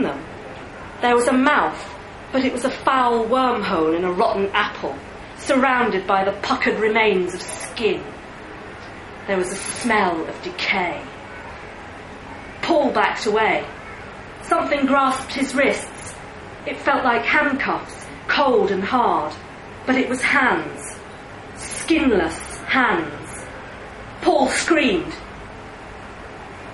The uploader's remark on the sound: read live at the liars league